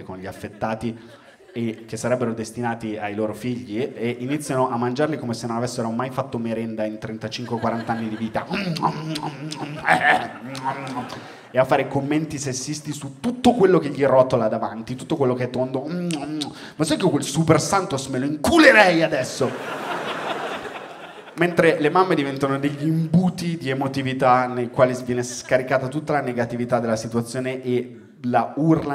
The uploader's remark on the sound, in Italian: Registrato a Firenze al Teatro Puccini.